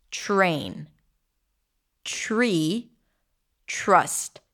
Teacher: When the R appears after a T, as in the word train, it changes the T and the T becomes a ch sound as in chicken.